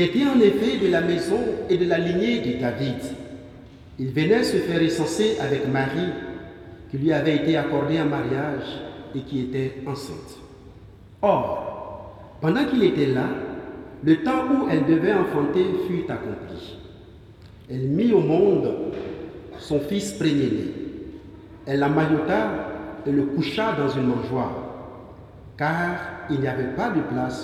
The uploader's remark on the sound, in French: Messe de la nuit de Noël